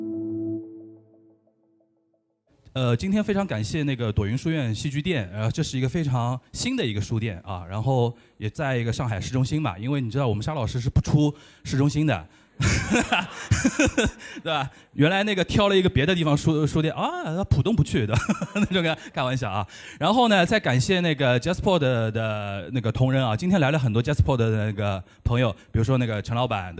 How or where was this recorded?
live audience